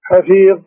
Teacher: تنطق الضاء لكن لا تحرك اللسان مباشرة من ينتهي من الحرف عشان ما يصير في قلقلة